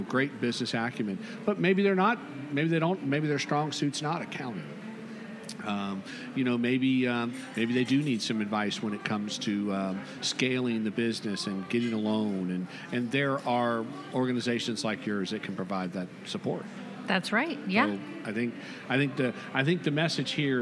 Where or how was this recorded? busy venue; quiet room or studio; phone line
busy venue